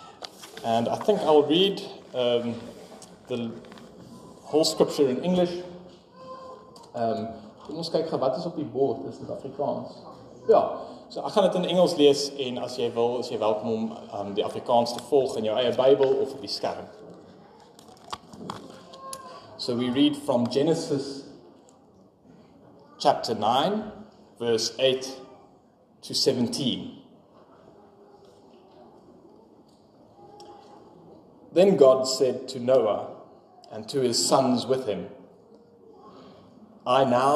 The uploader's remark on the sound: Sermon preached on 18 February 2024 at Pinelands Gemeente.